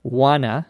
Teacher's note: notice there's no T sound in informal English